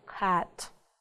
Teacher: Это что-то среднее между А и Э, да, русским. То есть мы должны широко открыть рот, опустить язык и сказать А.